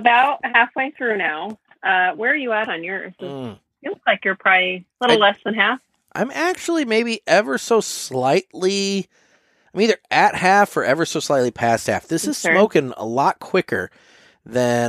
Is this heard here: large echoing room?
no